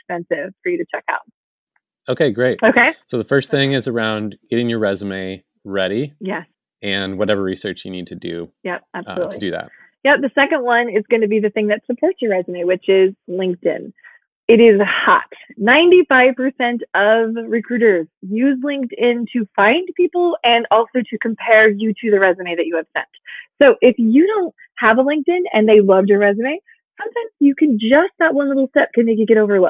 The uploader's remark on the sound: gather together over Zoom